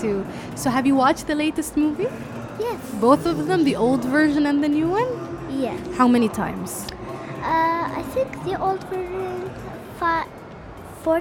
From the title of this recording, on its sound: Live from SIBF 2022